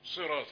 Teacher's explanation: صراطي هي مفخمة في الدرجة الخامسة من التفخيم